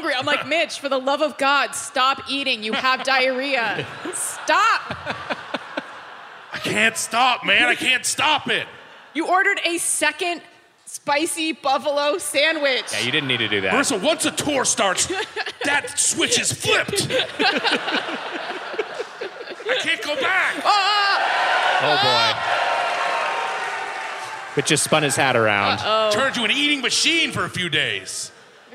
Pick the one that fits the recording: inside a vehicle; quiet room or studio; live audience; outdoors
live audience